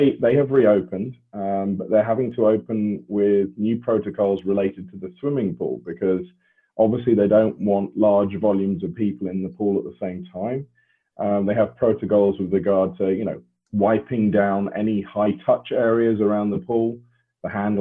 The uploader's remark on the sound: The replay of a live webinar. Answer questions from webinar attendees.